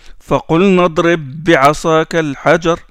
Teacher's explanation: Donc le ba qui porte le sukun, il s'insère complètement dans le deuxième et le deuxième porte la shadda. On appuie sur le ba.